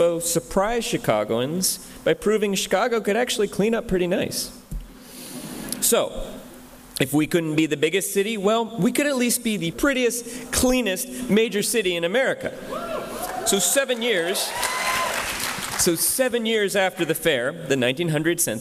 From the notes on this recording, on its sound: In this live podcast episode, two actors playing New York and Chicago duke it out over who will host the coveted 1893 World’s Fair.